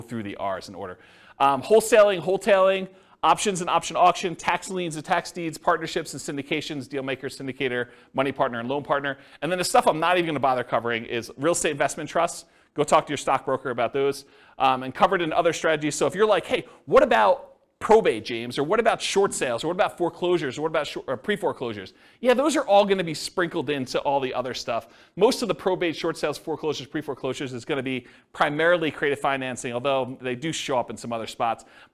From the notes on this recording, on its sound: This was a live class recorded